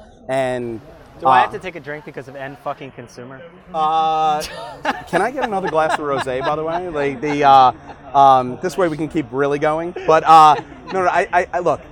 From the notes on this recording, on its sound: He joined Digiday for a live podcast at the Cannes Lions festival.